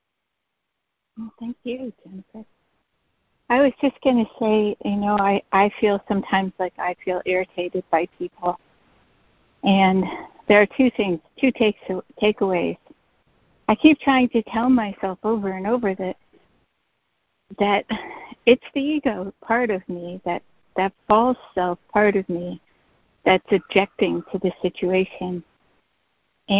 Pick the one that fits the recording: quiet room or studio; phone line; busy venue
phone line